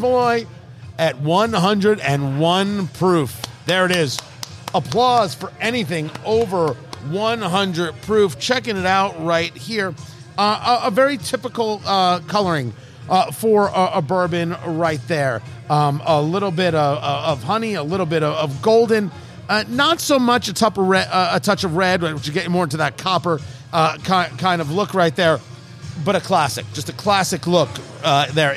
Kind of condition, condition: setting, busy venue